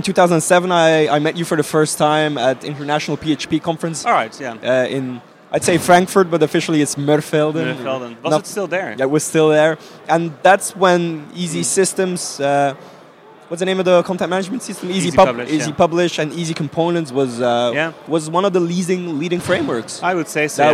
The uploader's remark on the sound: at PHPBenelux Conference 2016